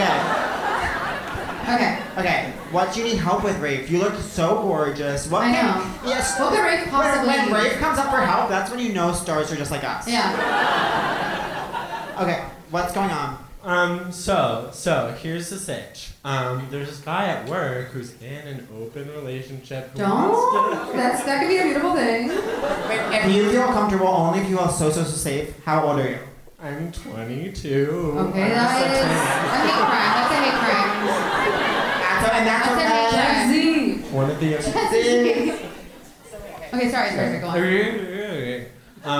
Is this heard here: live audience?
yes